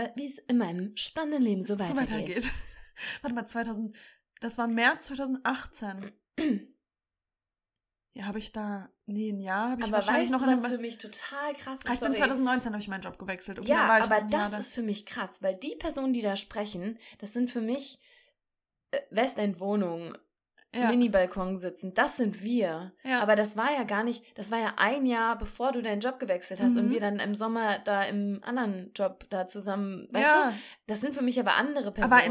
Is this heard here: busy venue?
no